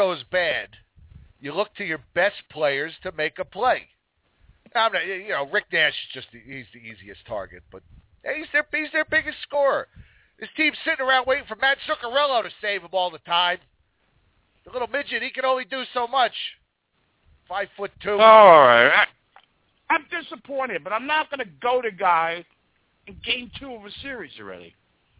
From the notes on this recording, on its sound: The one true voice of the New York Rangers fan, we take your calls and there is a live chat throughout the show.